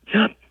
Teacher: a very big inhalation when people are saying, yep. So, and that really is so Nova Scotian.